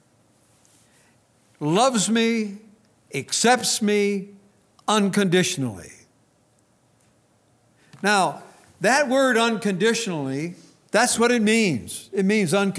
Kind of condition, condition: setting, large echoing room